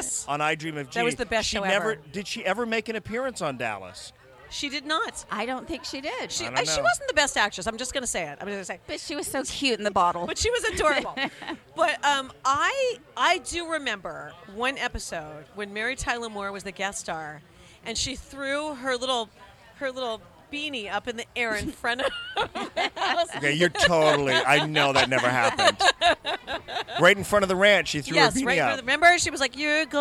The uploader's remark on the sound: LIVE from Cattle Baron's Ball 2022. Recording live from the 49th Annual Cattle Baron's Ball at Southfork Ranch.